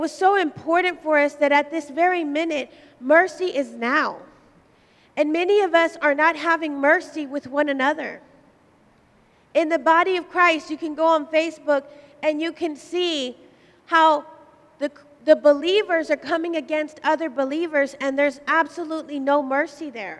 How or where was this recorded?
large echoing room